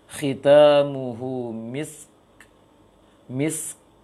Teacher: Ada anginnya, harus ada angin, namun tidak kuat, tidak sebesar mis, tidak sebesar angin sin. Khitamu, khita, khitamuhu misk, misk, kecil anginnya, jangan misk, jangan dibesarkan anginnya.